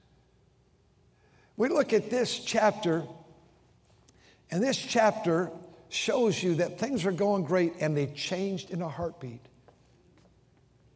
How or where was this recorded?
large echoing room